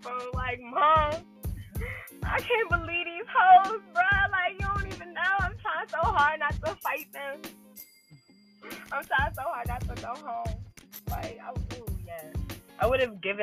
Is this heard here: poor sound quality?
yes